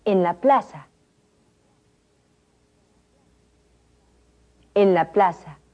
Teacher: The Z is pronounced like an S.